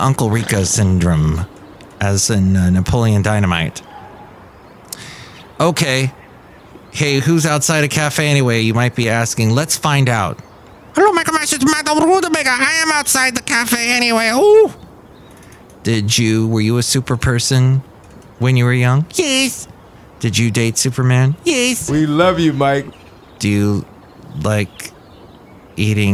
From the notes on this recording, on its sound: podcasts live from Café Anyway